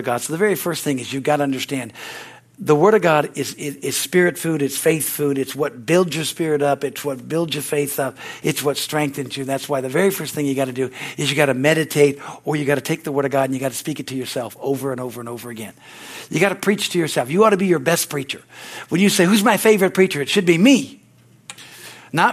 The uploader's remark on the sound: the Wednesday service on September 6, 2023 at Harvest Bible Church in Stockton, California